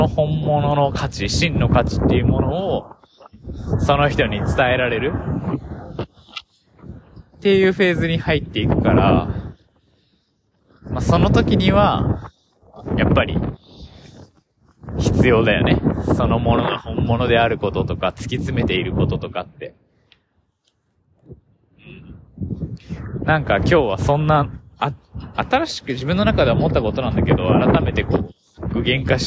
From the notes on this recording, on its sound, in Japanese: あらゆる環境で撮ってどう仕上がるのかを実験していて今回屋外で歩きながらを試してみたけど騒音ごめんね。